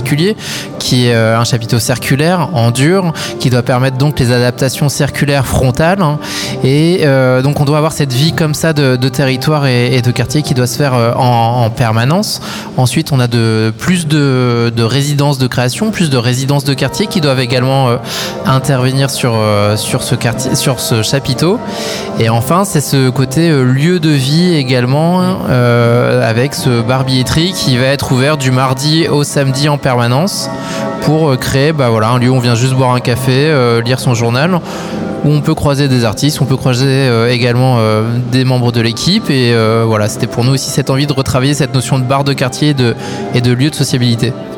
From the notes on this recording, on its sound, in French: En direct du nouveau chapiteau permanent Le Plongeoir. Cité du Cirque.